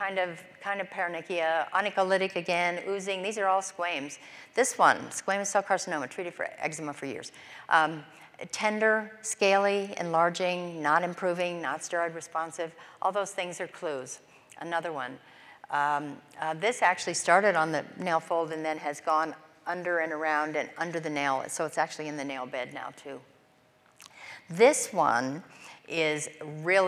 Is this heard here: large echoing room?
yes